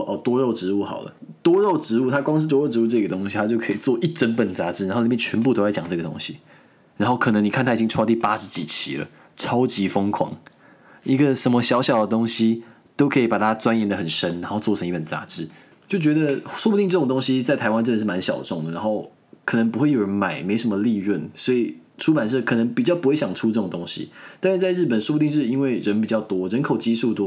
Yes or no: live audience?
no